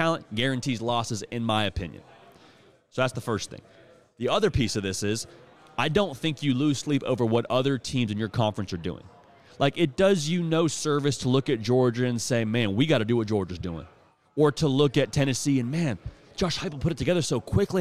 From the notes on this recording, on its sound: we are LIVE from SEC Media Days!